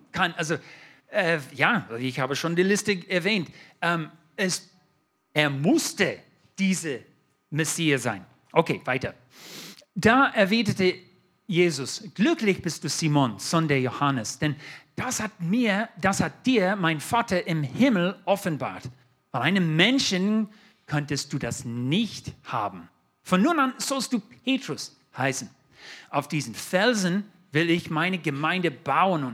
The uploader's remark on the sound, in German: 2022 in der Gemeinde Kaleo Schopfheim aufgenommen.